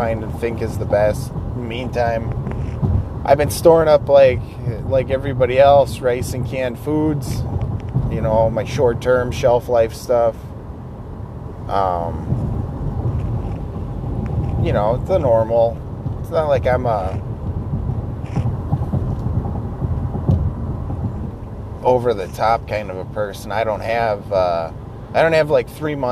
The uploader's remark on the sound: talking to myself while driving to work